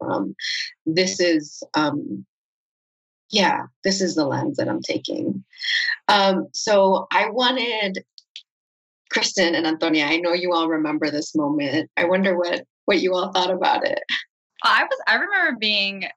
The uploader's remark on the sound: This episode was recorded live during a virtual event with WBUR Cityspace.